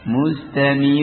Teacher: harus dibaca tarqiq ya, dibaca tipis dan syaddah